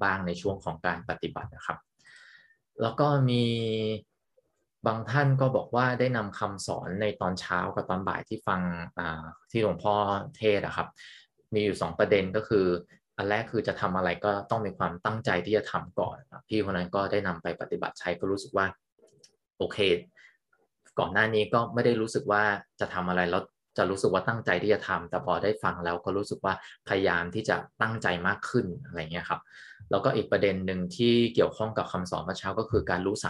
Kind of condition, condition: link, video call